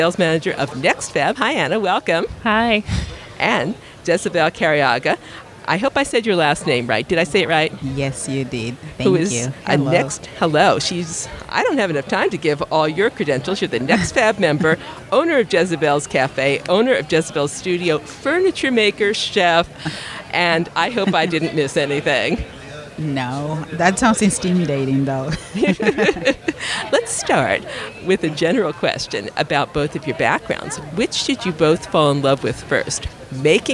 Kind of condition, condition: setting, busy venue